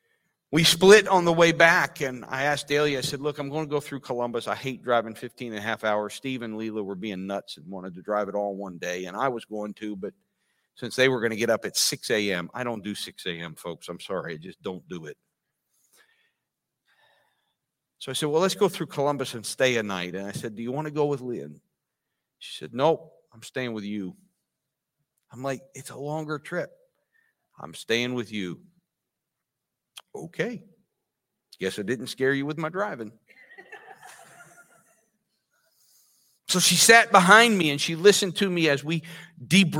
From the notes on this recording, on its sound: This sermon was recorded live on August 7th, 2022 at Newark United Pentecostal Church.